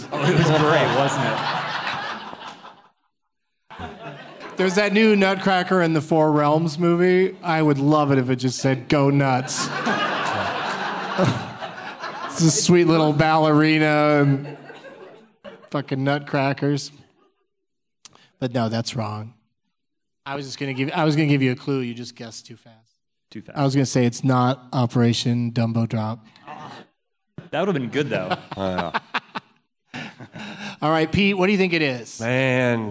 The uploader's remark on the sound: Live from the Improv in Tempe